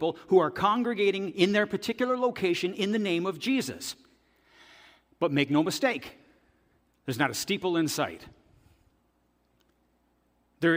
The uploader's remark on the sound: This audio is taken from the September 10, 2023 worship service at FBC Charlottetown.